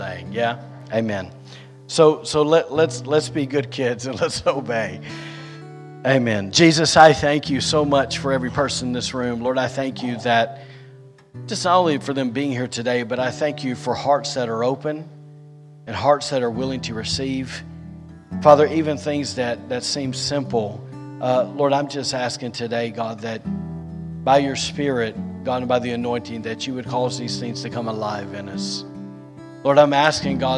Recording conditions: large echoing room